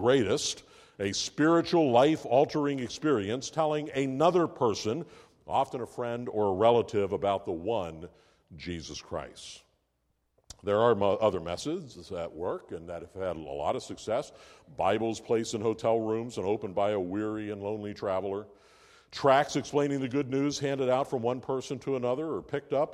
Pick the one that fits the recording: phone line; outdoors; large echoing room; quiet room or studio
large echoing room